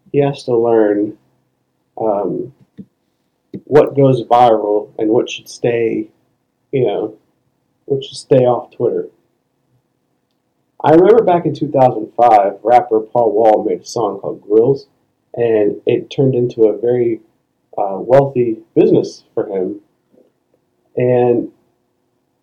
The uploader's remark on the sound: Sorry in advance for the poor audio quality on this episode